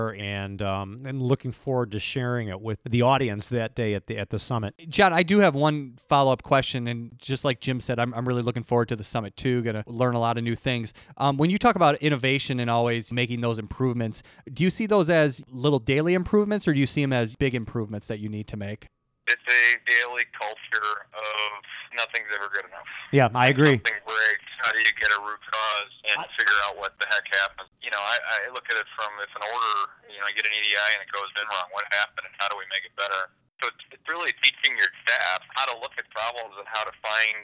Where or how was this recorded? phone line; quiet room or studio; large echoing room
phone line